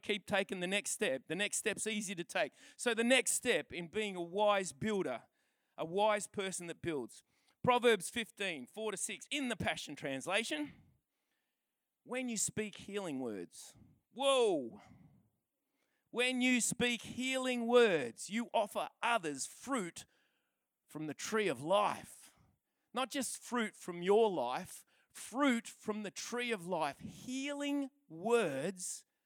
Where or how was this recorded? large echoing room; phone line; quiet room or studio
large echoing room